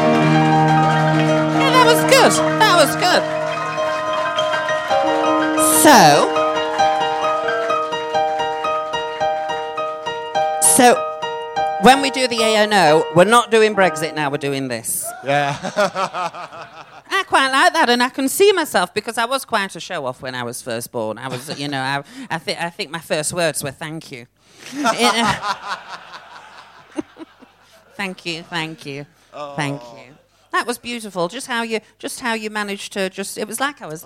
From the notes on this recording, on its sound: Recorded in front of a Live audience at London's Royal Vauxhall Tavern.